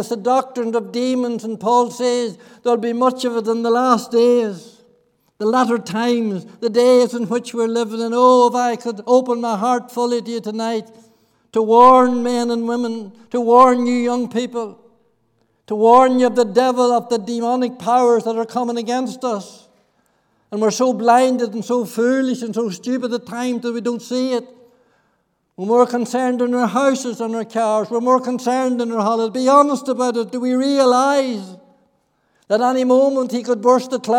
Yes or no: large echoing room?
yes